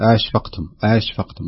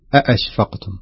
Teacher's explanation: يقرأها بتحقيق الهمزة ولا يكون هناك شيء من التساهل في ضعف الهمزة · Shown in: second take